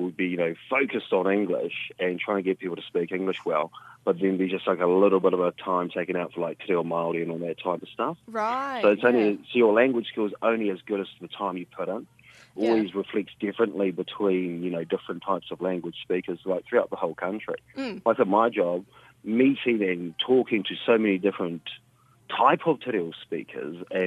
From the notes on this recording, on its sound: we are joined over the phone